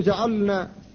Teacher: الفك في جعلنا، فاللام هنا ساكنة وبعدها النون وهي مجانسة لها، فاللام والنون مخرجاهما متواليان في طرف اللسان، لكن لا ادغام هنا